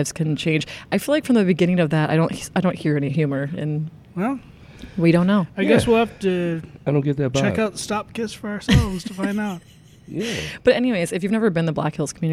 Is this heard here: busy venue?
yes